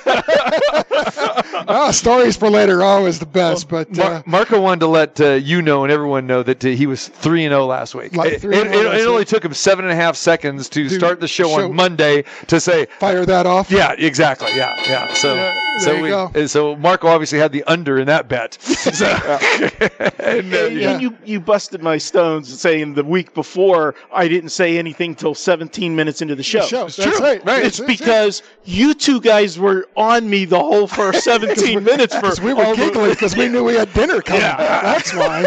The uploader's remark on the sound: Live from the Superbook at the Westgate Las Vegas